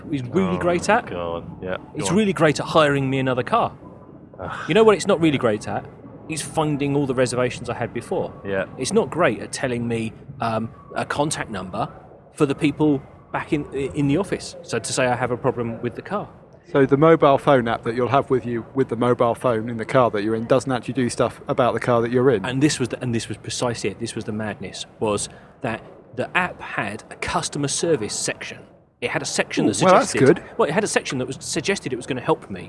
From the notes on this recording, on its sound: This week the team record 'live' from the travel industry's biggest trade show: the World Travel Market. This week the team record 'live' from the travel industry's biggest trade show: the World Travel Market.